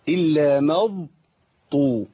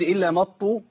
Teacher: عملت ادغام كامل يبقى انا الضاد عملت ايه بقى شلت الضاد وحطيت مكانها طاء ساكنه · Shown in: second take